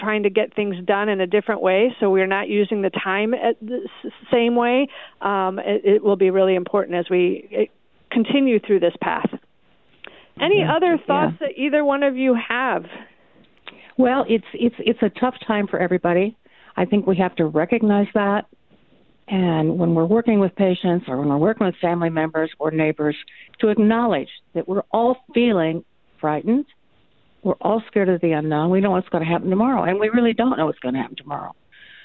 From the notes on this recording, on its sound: THIS PODCAST WAS RECORDED THROUGH THE PHONE FOR THE HEALTH AND SAFETY OF ALL PARTICIPANTS AND TO FOLLOW CURRENT RECOMMENDED HEALTH GUIDELINES.